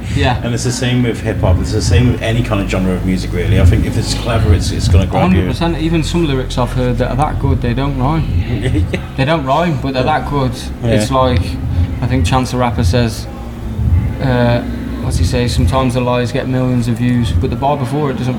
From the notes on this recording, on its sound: Coming to you from Mature, a great club in Wellington, Shropshire, is a medley of interviews captured at the Shropshire Music Awards After Party. We set up downstairs while some of the award winning acts performed upstairs.